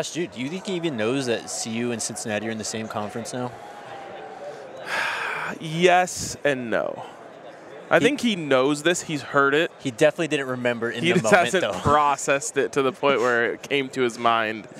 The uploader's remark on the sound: live from Radio Row in Las Vegas.